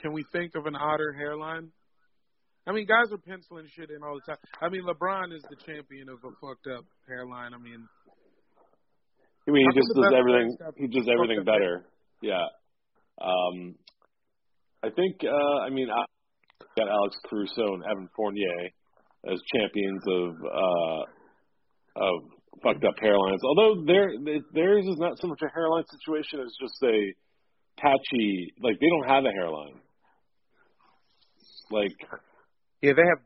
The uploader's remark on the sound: hop on the phone